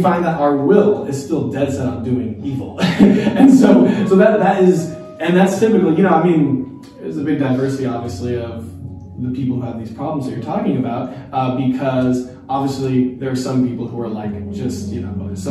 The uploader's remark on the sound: A live Q&amp;A time after the live talks at New King Church. A live Q&A time after the live talks at New King Church.